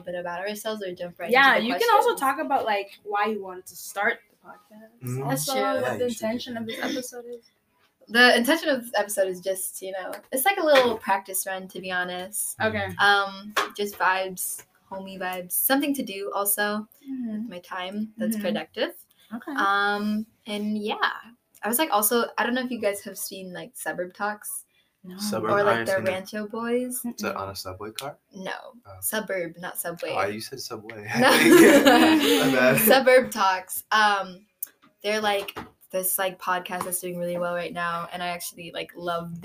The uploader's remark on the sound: Apologies for the sound quality this is our first episode.